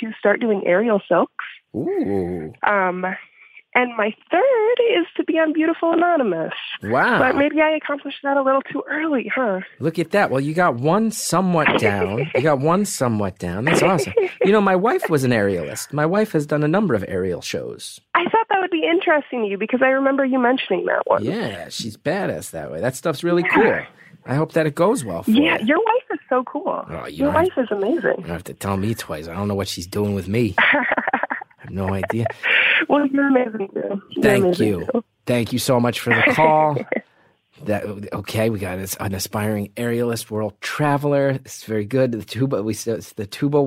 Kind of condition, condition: link, phone line